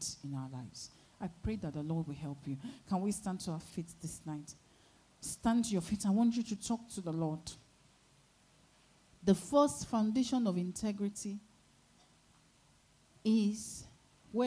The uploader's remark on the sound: Sunday Service Held at Royal Grace Chapel, Lagos, Nigeria